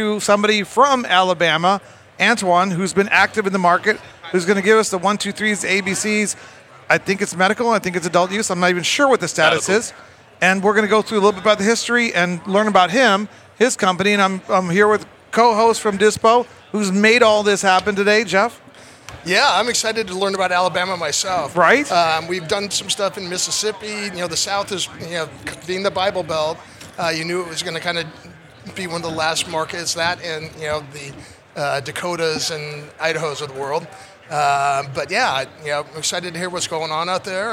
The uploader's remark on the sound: Recorded at MJBizCon 2023